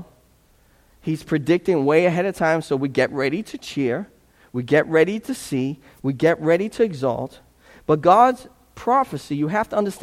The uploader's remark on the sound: This sermon was preached at Restoration Road as a part of an Advent series.